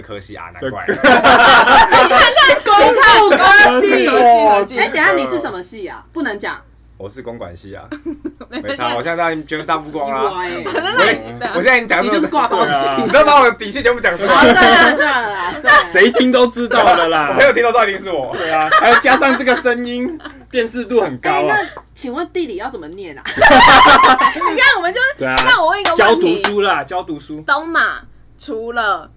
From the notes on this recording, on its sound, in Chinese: 這集首次來了兩個來賓，現場鬧哄哄。